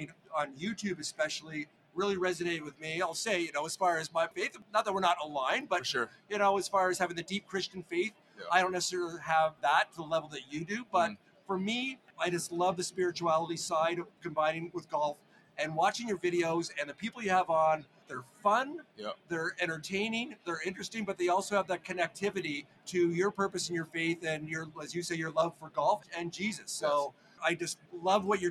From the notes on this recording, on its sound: Live From The 2024 PGA Show Media Stage! Recorded six conversations with golf industry innovators on the Show Floor Media Stage.